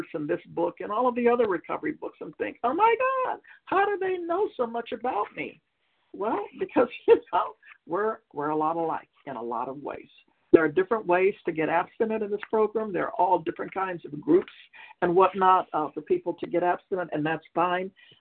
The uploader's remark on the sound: from the 100 Pounders Phone Meeting